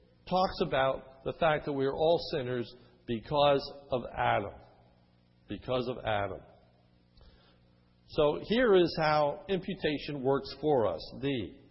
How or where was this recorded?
large echoing room